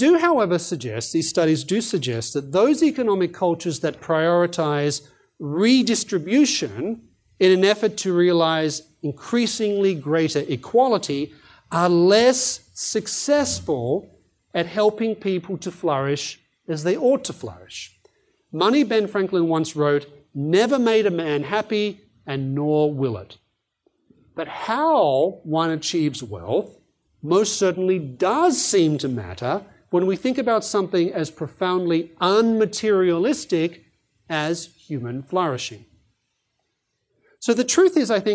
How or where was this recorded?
live audience